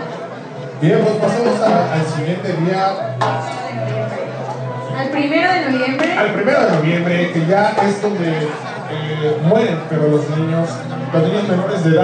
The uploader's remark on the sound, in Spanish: Compartimos escenario con músicos increíbles y escuelas de baile geniales, sin duda alguna un evento espectacular. Tuvimos un publico espectacular y divertido, no podemos calcular el numero de personas que había pero era impactante. Agradecemos a Cafetería Dendera por la invitación por tercera vez consecutiva.